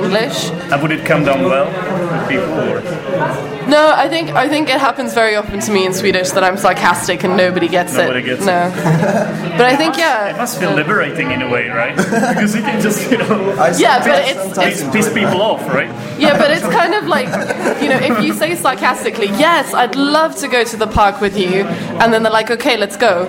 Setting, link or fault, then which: setting, busy venue